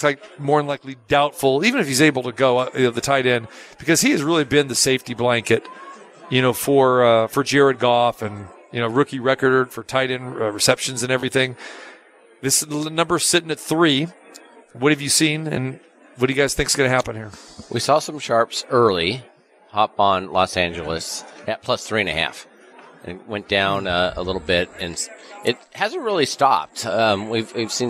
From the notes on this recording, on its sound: Live From the Super Book at Westgate Las Vegas.